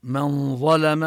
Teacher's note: أما من ظلم، حكم النون هنا الإخفاء قبل الضاء، ونفخم الضاء ونرقق اللام بعدها برواية حفص عن عاصم: اللام مرققة.